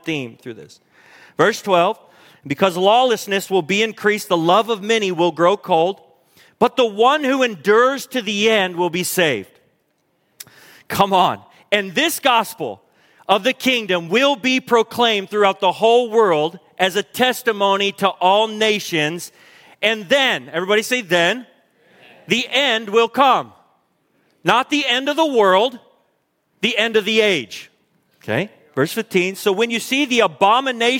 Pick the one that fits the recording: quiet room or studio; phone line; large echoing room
large echoing room